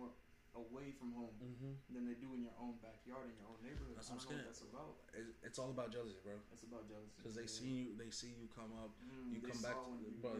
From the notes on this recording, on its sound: Our audio was kind of messed for this ep.